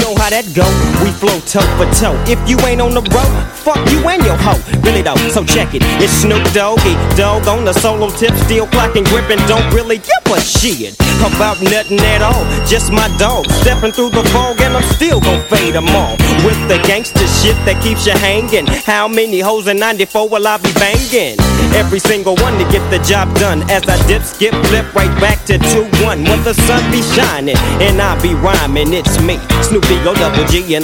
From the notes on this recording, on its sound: All sessions are recorded live at various outlets across South Africa.